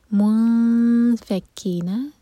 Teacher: نون پر اخفا کریں گے، نون کی آواز کو چھپائیں گے